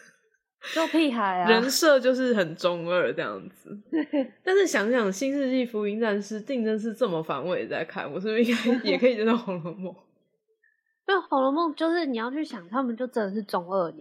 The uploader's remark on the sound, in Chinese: 這集其實是舊存檔，之前在Youtube直播。音質就是早期的地獄音質，我盡量把聲音調整到勉強可以接受了。